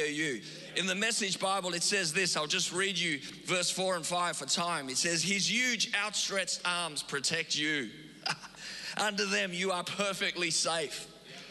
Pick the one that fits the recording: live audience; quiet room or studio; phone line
live audience